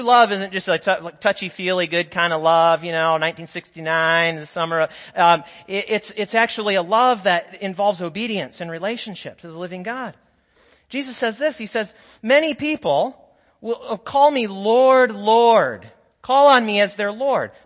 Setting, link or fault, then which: setting, large echoing room